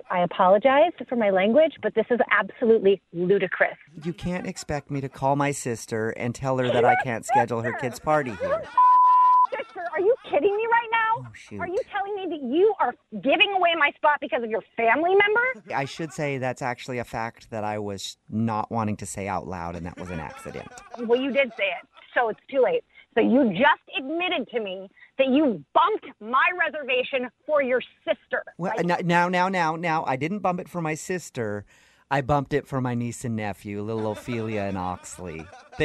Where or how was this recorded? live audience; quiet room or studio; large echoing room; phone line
phone line